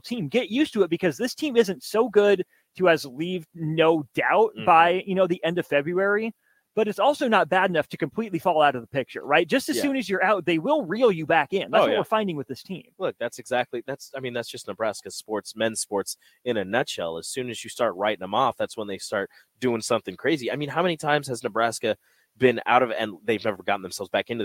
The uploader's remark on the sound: LIVE from CHI Health Center